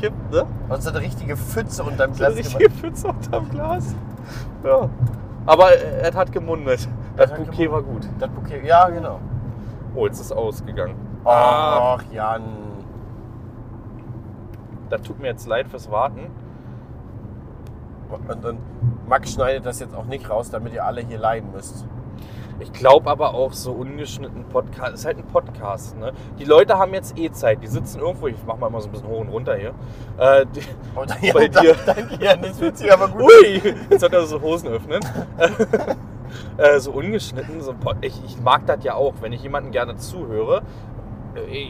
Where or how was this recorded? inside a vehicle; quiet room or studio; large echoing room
inside a vehicle